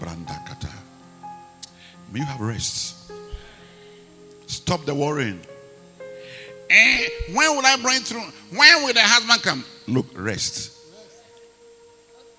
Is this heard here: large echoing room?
yes